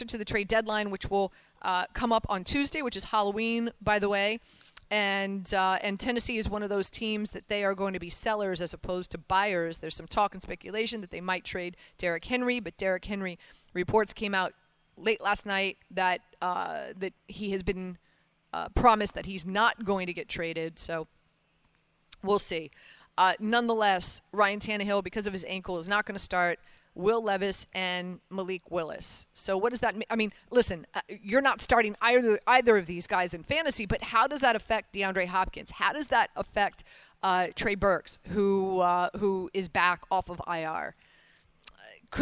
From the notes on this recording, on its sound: Live from The Meadowlands Racetrack